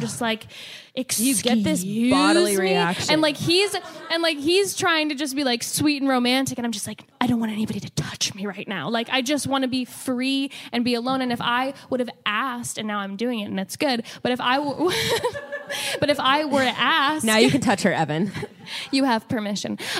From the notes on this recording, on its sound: First Live Podcast! Was live recorded at The Line Hotel in Los Angeles, CA.